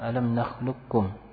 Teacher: Nah, qaf makhrajnya, kemudian juga sifatnya hilang. Dan artian kita tidak membaca qaf di sini. Langsung kaf musyaddadah. · Term: idgham kamil